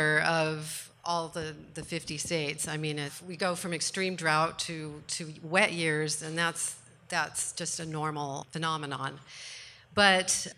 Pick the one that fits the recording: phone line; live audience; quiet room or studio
live audience